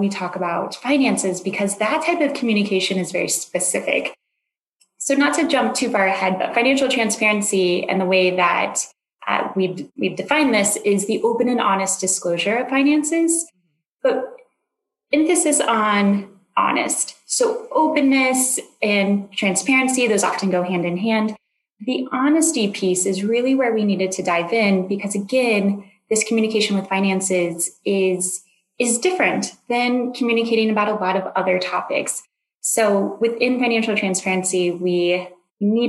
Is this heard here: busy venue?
no